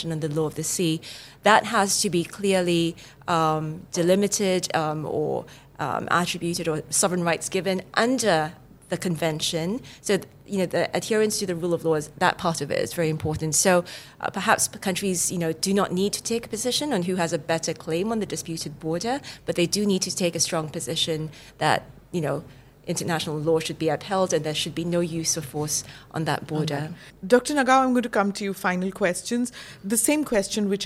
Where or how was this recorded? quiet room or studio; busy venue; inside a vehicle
busy venue